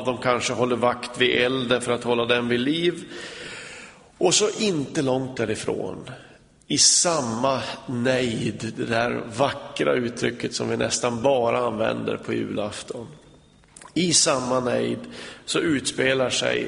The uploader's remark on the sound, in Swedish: Inspelad i Smyrnakyrkan, Göteborg.